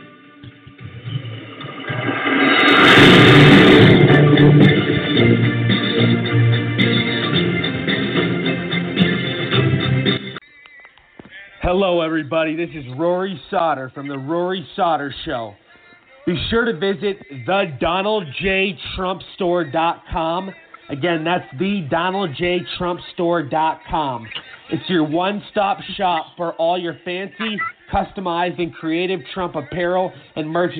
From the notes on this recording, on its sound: calls